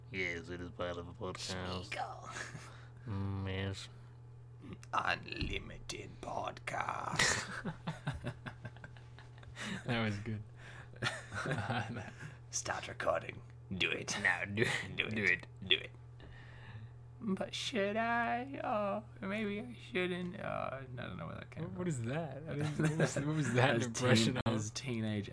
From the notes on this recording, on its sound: Apologies for the droning in the background.